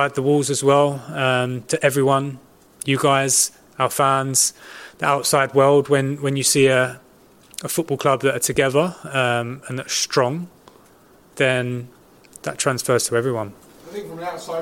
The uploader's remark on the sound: PRESS CONFERENCE